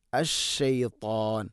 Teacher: ഷീനെയും തഫശ്ശി എന്ന് പറയുന്ന ആ ഒരു സിഫത്ത് നൽകിക്കൊണ്ട് അഥവാ പരത്തി ഉച്ചരിക്കണം.